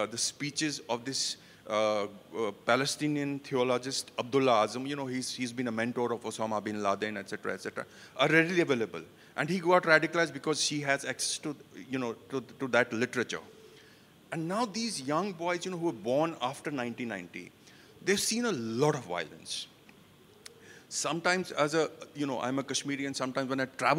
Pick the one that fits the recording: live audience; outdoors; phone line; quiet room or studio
live audience